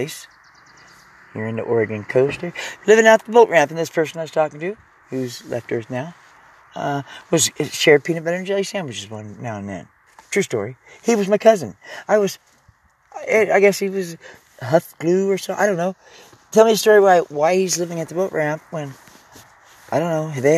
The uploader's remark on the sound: Im trying the ' Live in my truck ' Gig.